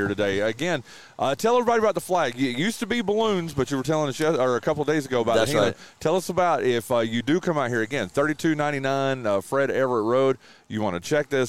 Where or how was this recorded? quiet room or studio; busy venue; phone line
busy venue